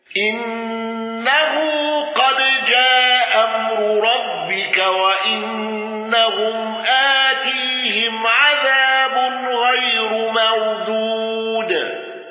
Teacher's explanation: حمزة بالسكت على المد المنفصل